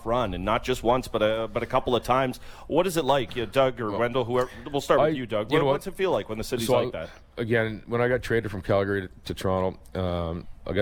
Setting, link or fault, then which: setting, busy venue